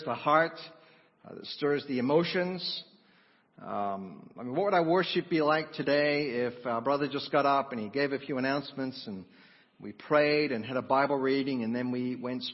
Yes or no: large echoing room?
yes